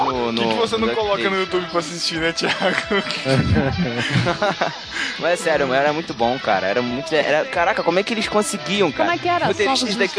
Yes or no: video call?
no